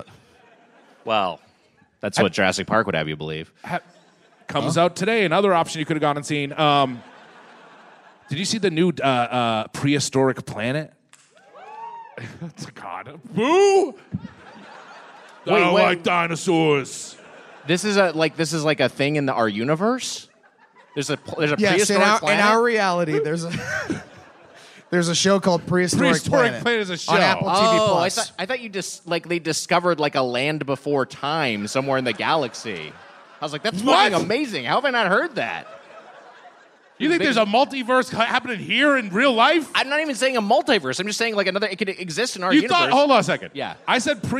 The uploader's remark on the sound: Recorded live at The Palace of Fine Arts Theatre in San Francisco 6/10/22.